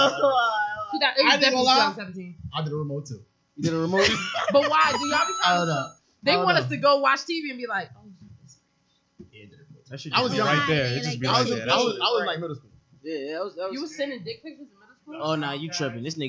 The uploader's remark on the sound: few audio issues this episode, apologies!